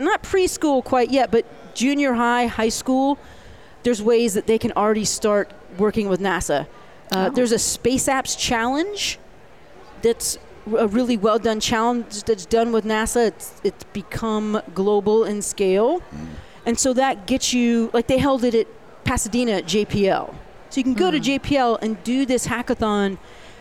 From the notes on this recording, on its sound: The VoiceAmerica Live events team. Live from day 2 at the event in Long Beach California.